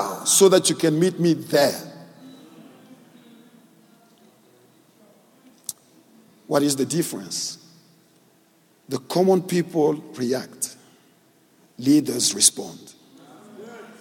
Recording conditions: large echoing room